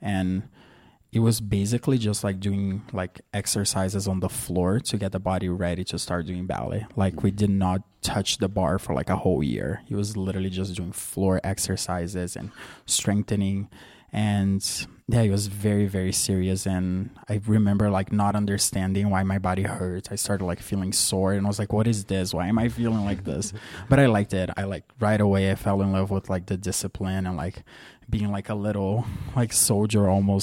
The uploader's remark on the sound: LIVE from the Vail Dance Festival. This episode was recorded at the Manor Vail Lodge.